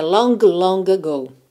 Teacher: Olha que interessante, eu tenho a palavra long duas vezes aqui. Na primeira, eu não me preocupo muito em marcar esse G porque ela me atrasaria